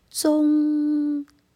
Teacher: 今晚我们最后一个要正音的是中，中间的中，粤语是中，中是一个后鼻音。